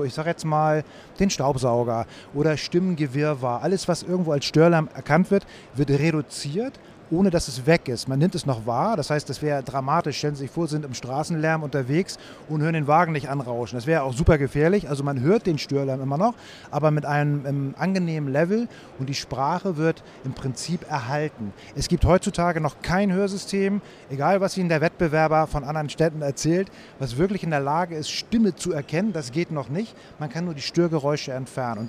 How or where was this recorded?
busy venue